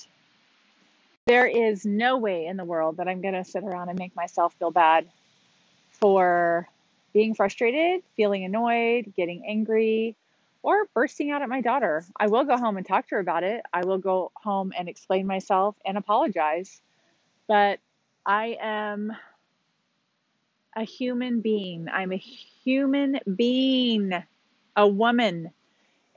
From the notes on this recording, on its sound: comes to you from the sand on Huntington Beach